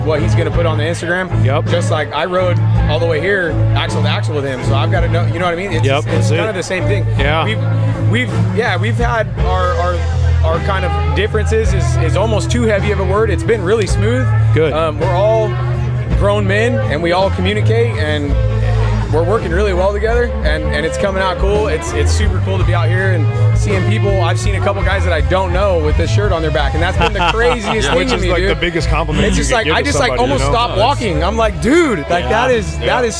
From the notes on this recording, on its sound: Live from Live Fast Rally. I was invited to set up a booth the Live Fast Rally 4 and it did not disappoint.